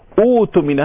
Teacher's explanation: تقلب همزة القطع الثانية الساكنة حرف مد مناسب لحركة الأولى